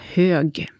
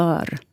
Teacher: Men om det kommer ett r efter så säger jag hör. Då blir det mer öppet ö-ljud. · Shown in: second take